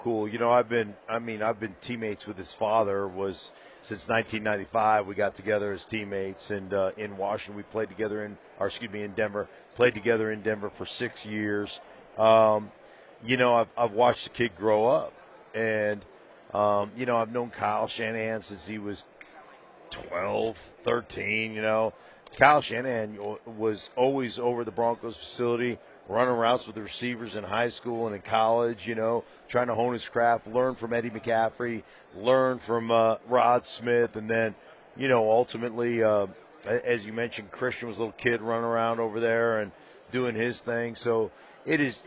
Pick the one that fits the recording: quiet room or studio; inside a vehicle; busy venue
busy venue